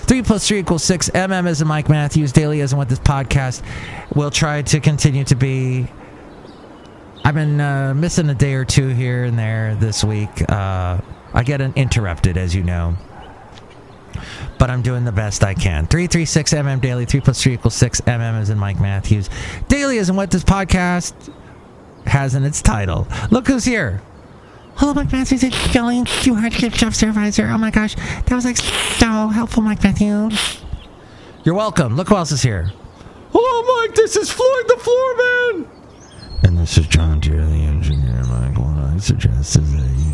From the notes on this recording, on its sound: podcasts live from Cafe Anyway